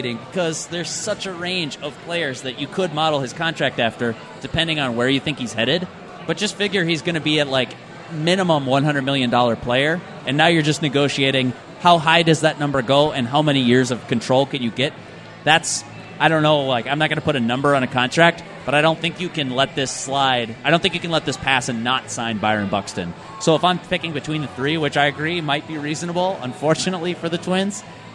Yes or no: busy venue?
yes